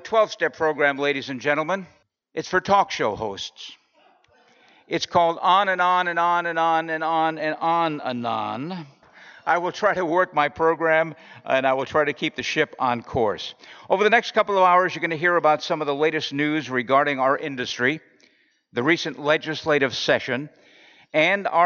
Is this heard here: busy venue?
yes